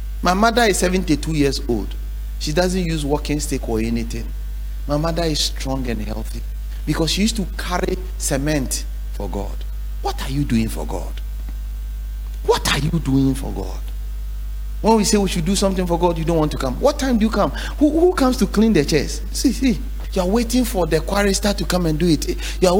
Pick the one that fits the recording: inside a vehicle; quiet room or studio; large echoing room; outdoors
large echoing room